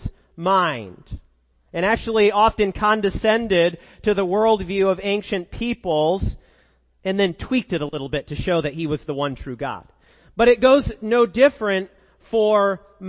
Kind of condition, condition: setting, large echoing room